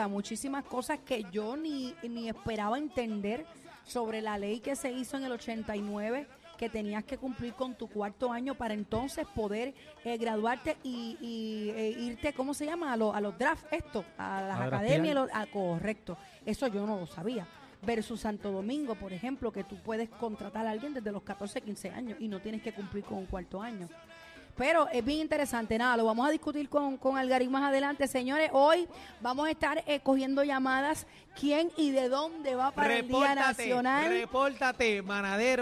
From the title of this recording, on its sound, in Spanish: Bienvenidos a La Manada desde el Estadio Hiram Bithorn